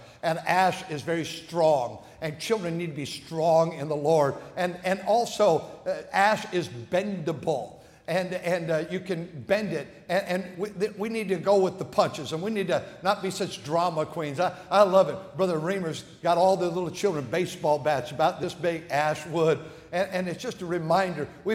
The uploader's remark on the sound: at North Valley Baptist Church in Santa Clara, California, during the Sunday Morning service on January 14, 2024.